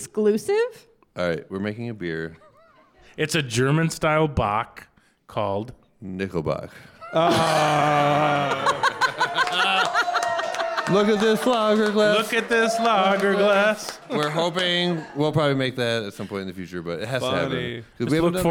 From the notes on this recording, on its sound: Recorded LIVE in front of an audience inside the Spirit Room at the Mabel Tainter Theatre.